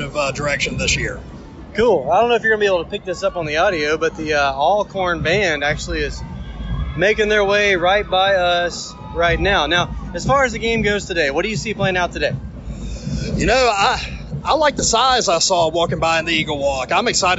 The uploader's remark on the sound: we bring you some of the sounds from campus during opening weekend